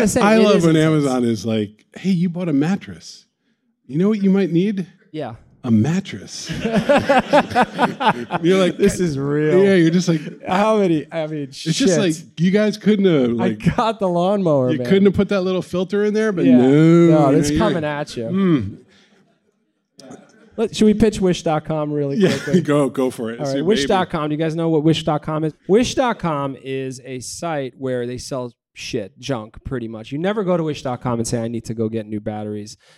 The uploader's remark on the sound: Sit down with a live studio audience to discuss funnels.